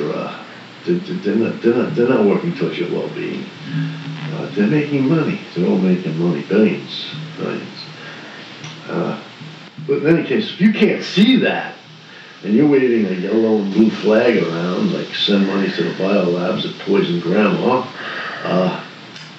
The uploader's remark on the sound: We are still learning the new equipment. Bear with us on audio quality.